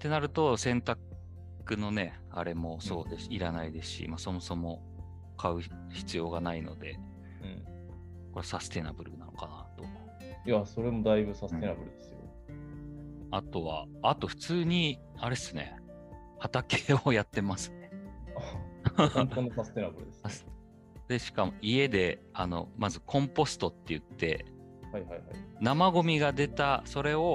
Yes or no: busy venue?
no